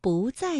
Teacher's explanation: 因为在是4声，所以我们读了2声不